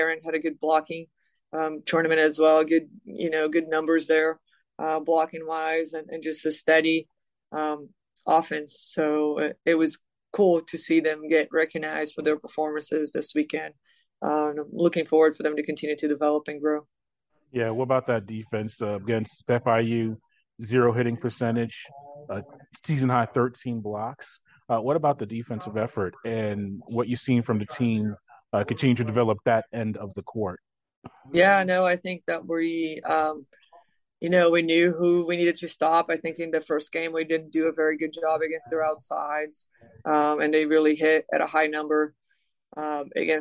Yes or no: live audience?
no